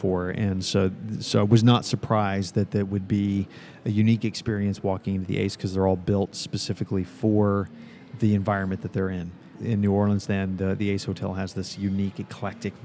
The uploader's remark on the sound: Live from the Ace Hotel: skucamp, New Orleans!